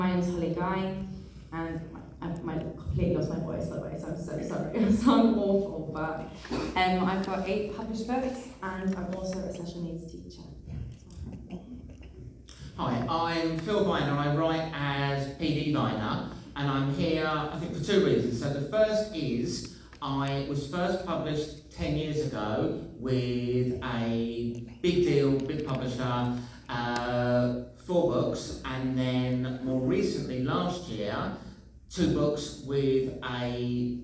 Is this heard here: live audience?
yes